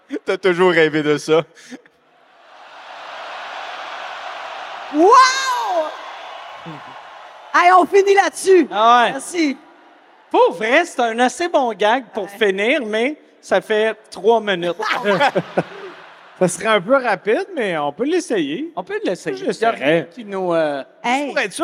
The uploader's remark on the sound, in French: SOUS ÉCOUTE au CENTRE BELL